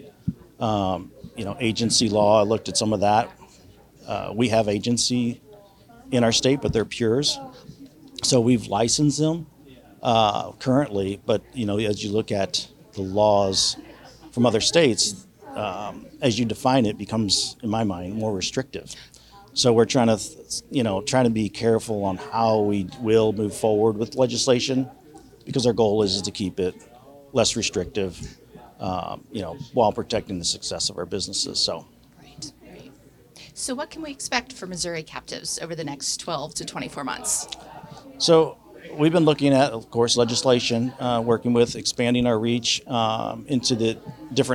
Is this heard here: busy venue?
yes